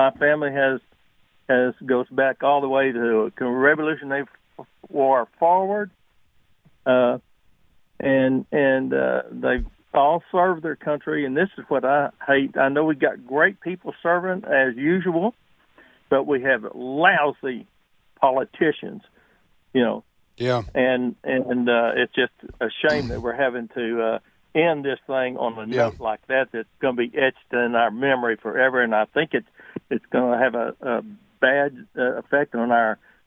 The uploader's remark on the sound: Take Phone Calls From Military Listeners